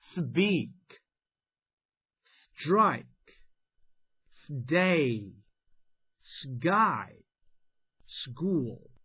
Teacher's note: 加上了清辅音，再加上一个元音的结构，那么只要是在重读音节或者次重读音节当中，一般要对应读成浊辅音。您看第一个单词 speak，在 S 后面，哎，这个 P 字母它读什么呢？我们不读成 speak，right？我们不读成 pick，哎，而是把这个 p 浊化成 b，哎，就读成 speak。你看 S 后面加上清辅音 p，而后面呢又有一个元音的结构，而恰恰这个音节呢又是重度音节，所以 p 浊化成 b